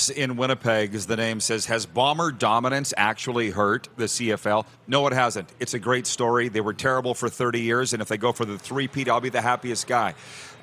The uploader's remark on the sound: Final day of LIVE Grey Cup Coverage from Ballers RecRoom in Regina!